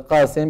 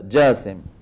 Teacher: من التغييرات ايضا العامية قلبها جا جا، نفس الصوت اللي بيستعملوه اهل مصر في القاهرة واسكندرية بالجيم · Shown in: second take · Term: تغيير عامي